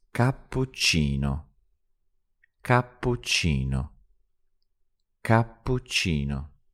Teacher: making the P and the CH really nice and long